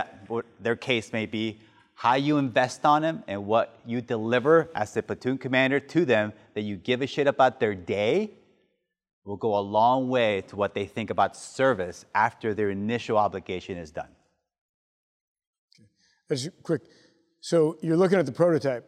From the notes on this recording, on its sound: Taped during a leadership mentor session to a company of graduating Lieutenants at The Basic School (TBS). The new Lieutenants in the audience.